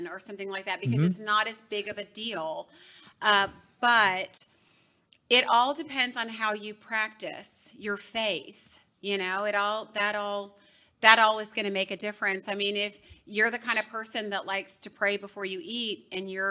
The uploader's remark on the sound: Engage with the Loveability audience.